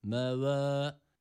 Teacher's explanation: Meva değil de meve. Yani tam E de değil, tam A da değil.